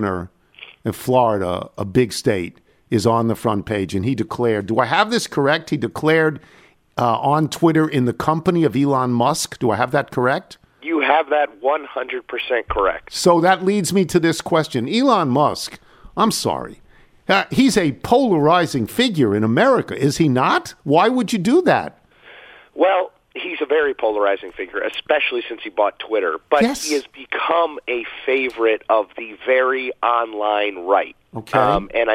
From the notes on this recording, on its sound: phones